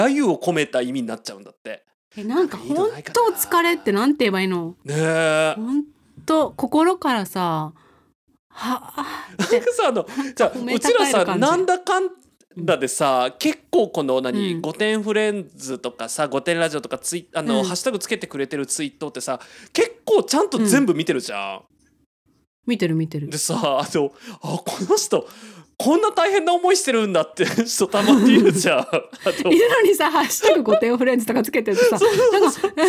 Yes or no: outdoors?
no